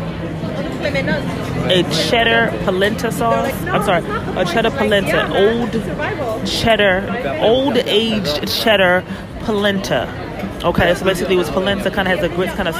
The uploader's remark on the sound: Phenomenal Eats on location at an amazing Gastronomic Experience, Time Out in Montreal. On location in Canada enjoying an amazing food market, Time Out.